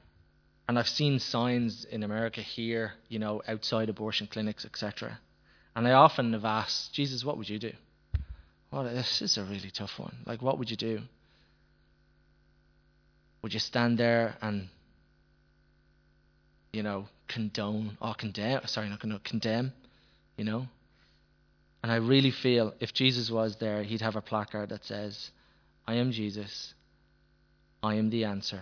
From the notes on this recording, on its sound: Recorded live in Liberty Church on 11th August 2019.